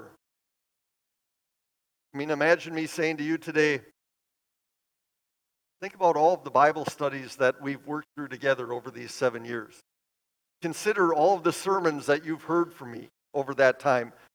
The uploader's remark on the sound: Bethany, Appleton, WI. Preached this sermon at Bethany's Sunday worship on December 10, 2023.